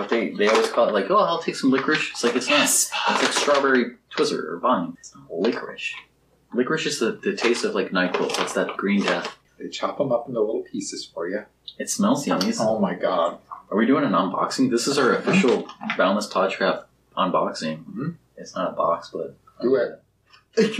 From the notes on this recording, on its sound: The audio from this is taken from a camera mic from the a video podcast. It may sound a bit off.